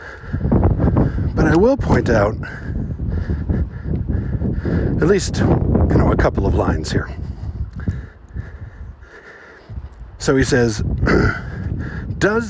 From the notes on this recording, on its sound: Recorded on the Watchman Overlook in Zion National Park. There are always too may people at Zion, but I found a spot where I could have some quiet privacy and record a poem. Unfortunately, technology was conspiring against me, and so this sounds kinda lousy.